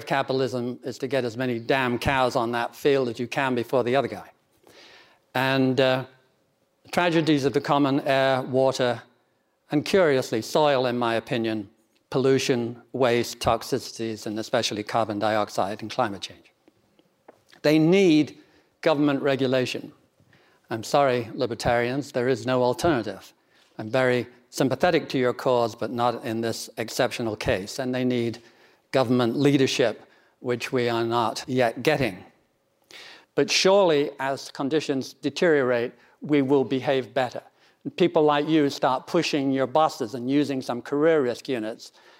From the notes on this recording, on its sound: These views were first aired at The AQR Asset Management Institute's conference: Insight Summit.